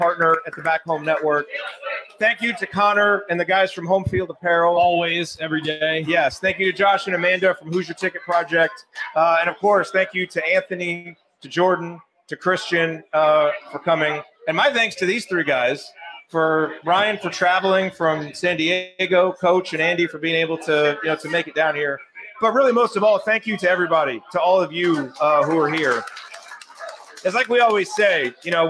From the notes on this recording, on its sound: Assembly Call was live at Switchyard Brewery in Bloomington for its annual meetup.